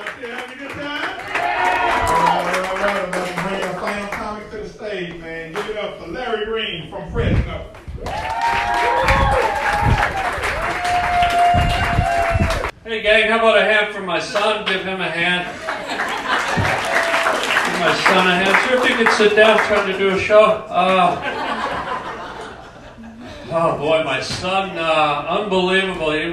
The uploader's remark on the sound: LIVE STAND UP to a religious group